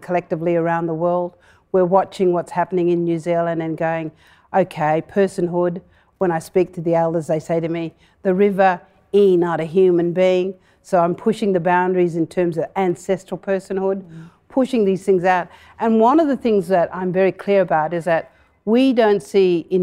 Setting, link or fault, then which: setting, live audience